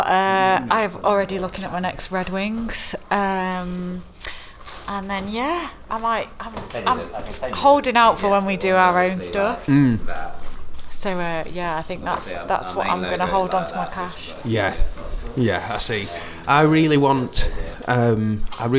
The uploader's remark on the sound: Live from store